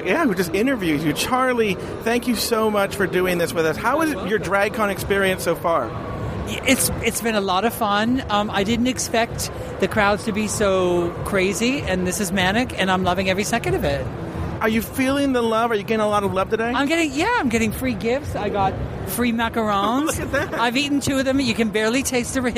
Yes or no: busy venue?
yes